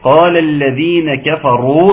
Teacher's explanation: تفخيم الراء جيدا عشان ما تطلعش كفروا